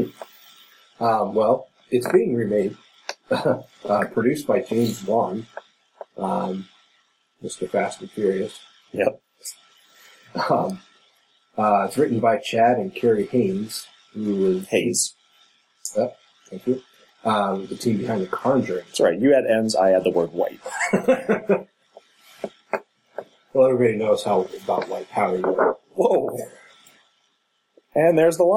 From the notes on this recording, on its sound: We then re-recorded it, only to have a terrible clicking noise appear 20 minutes in and last throughout. We apologize for the quality and believe us when we say this won't happen again.